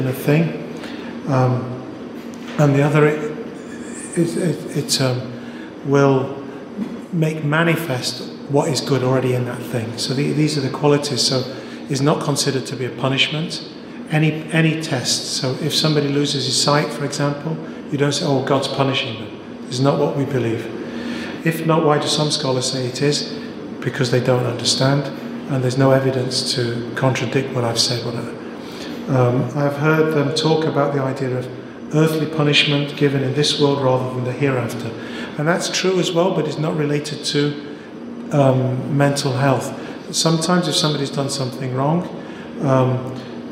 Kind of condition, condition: setting, live audience